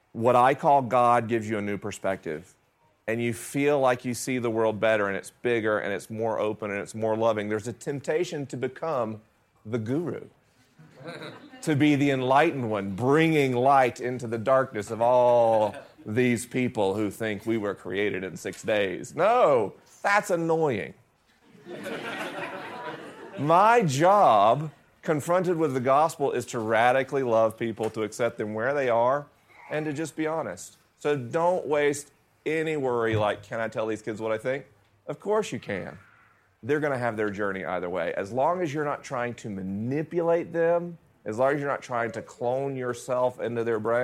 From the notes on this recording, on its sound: LIVE in Denver, CO. This episode was recorded at St. Andrew UMC in Denver, CO with a live audience.